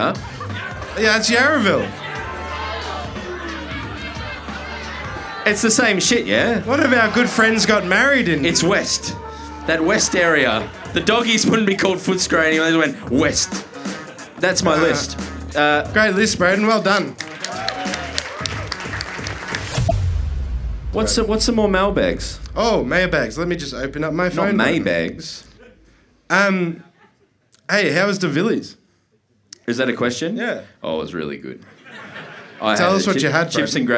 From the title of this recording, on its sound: Live From The Corner Hotel Melbourne